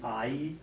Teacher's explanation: There's an A and E vowel in the word I. And on diphthong, you always want to sing the first vowel.